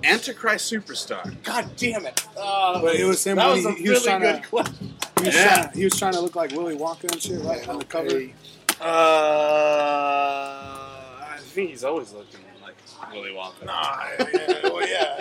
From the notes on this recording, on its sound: we come at you live from the Woodshed II with a few surprise drop ins from random drunks